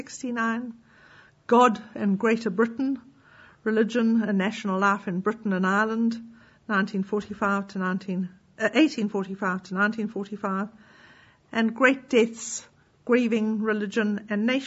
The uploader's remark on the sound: Inaugural Lecture